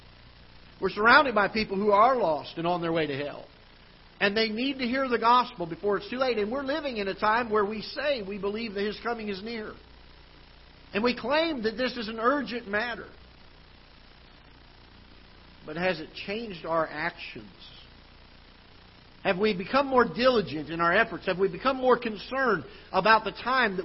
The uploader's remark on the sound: Ketha Heights Baptist Church ~ Live Broadcast.